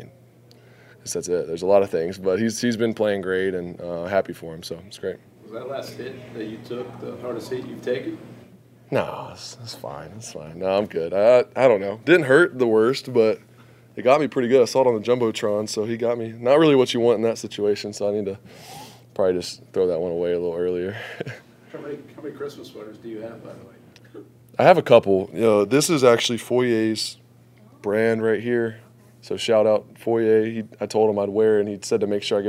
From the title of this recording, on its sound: Postgame Press Conference